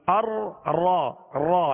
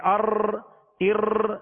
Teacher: اس کو ادا کرتے ہوئے آواز میں کپ کپاہٹ سی ہوگی · Shown in: first take · ار را را جیسے لیکن اس قدر بھی کپ کپاہٹ نہ ہو اس قدر بھی اس میں تکرار نہ ہو کہ ایک راہ کی جگہ کئی راہ پیدا ہو جائے، جیسے ار یہ کئی راہ پیدا ہو گئیں، جو کہ درست طریقہ نہیں ہے.